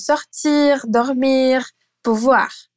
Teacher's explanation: pronunciei o R com o som produzido lá no fundo da garganta